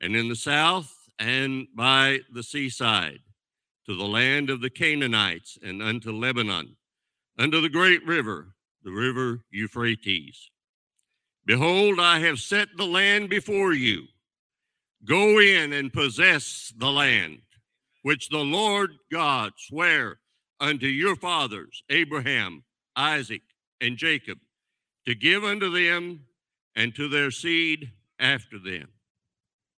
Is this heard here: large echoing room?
yes